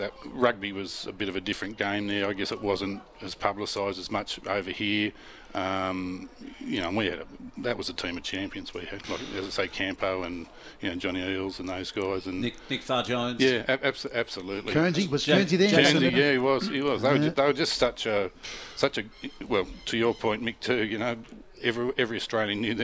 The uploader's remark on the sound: He chats about some of the action going on live from Woy Woy oval.